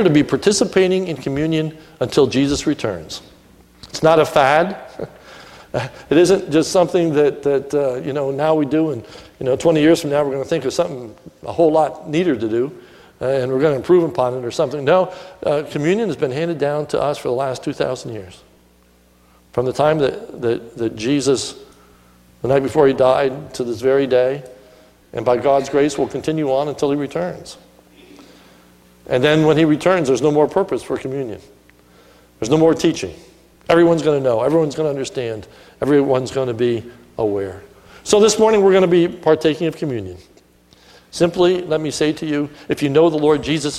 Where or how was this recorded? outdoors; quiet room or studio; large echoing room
large echoing room